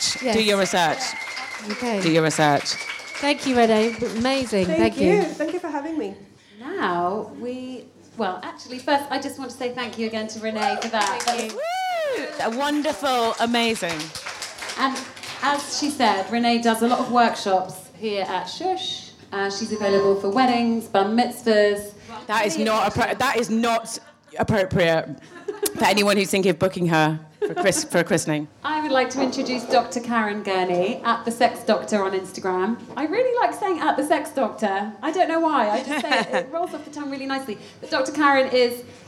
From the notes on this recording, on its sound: A very special live edition of the Hotbed, recorded at Sh! Women’s Store in London. Their gaggle of gorgeous listeners.